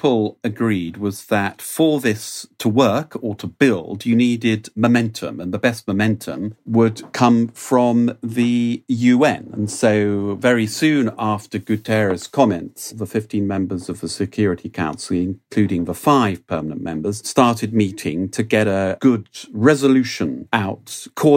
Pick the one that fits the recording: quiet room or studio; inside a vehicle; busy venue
quiet room or studio